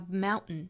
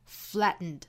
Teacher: 有两个单词包含了一个鼻腔爆破的发音技巧，一个就是山这个词，就是 mountain。那如果用鼻腔爆破的发音方式发出来呢，这个词应该发 mountain。另外一个词就是后面的 flattened。那当然我们完全可以把里面的 t 音发出来，发成 flattened，但是还有另外一种更多见的发音方式，就是 flattened。这个鼻腔爆破呢，一般是出